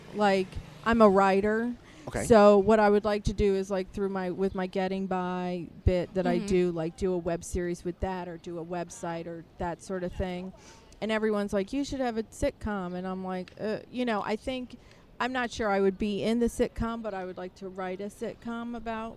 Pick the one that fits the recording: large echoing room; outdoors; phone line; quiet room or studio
outdoors